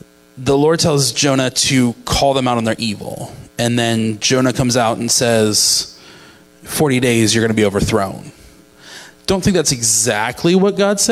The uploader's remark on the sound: Live from The Summit Church in Dover, OH